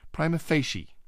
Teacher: Prima meaning first word prima, second word facie. The main stress falls on the first syllables of the second word fei, with a secondary stress on the first word pri.